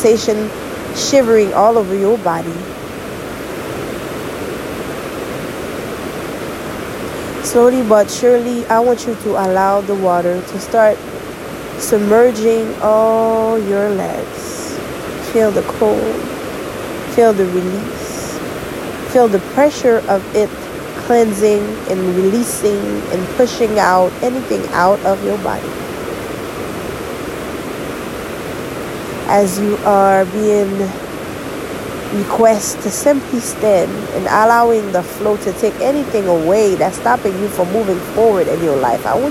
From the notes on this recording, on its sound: Today I am in the mountain in the sound & scenery was simply majestic.